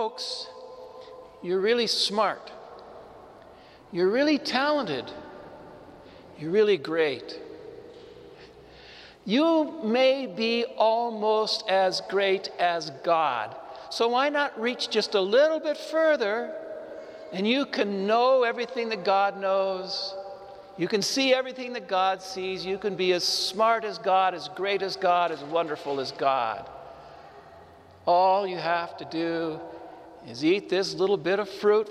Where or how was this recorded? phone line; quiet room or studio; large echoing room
large echoing room